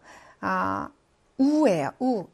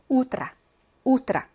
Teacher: 입술을 동그랗게 앞으로 내밀면서 하는 발음인데 모음에 해당되겠죠?